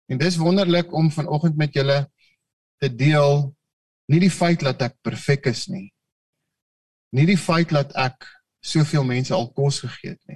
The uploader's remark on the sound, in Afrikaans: Manne van die Woord Zoom Byeenkoms 8 Maart 2022